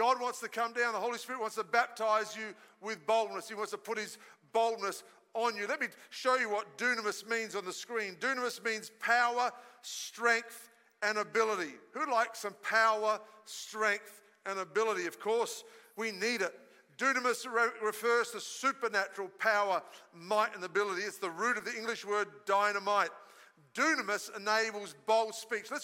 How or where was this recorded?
large echoing room